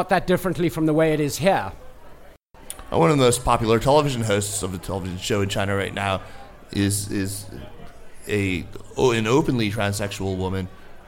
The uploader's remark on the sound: Took audience questions at a live podcast at the Definitive China Happy Hour in Washington, D.C., on August 10, 2017. The Happy Hour brings together China professionals and enthusiasts from over 30 D.C.-area China organizations.